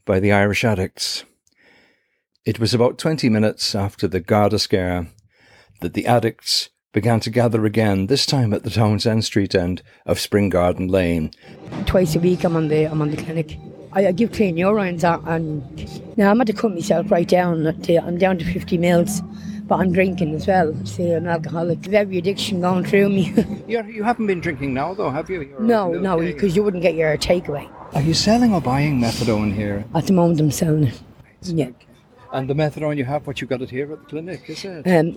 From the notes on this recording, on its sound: Outside a Dublin drug clinic, where drugs are bought and sold on the street.